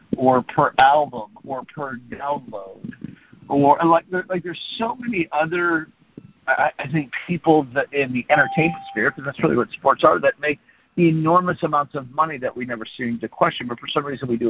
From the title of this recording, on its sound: Friday Morning Conference Call